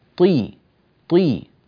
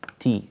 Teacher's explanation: اكسر الطاء كسرا كاملا، طي تأكد من كسرها دون أن تؤثر على تفخيمها فتتحول إلى تاء مرققة · Shown in: first take · تي ما ينفعش.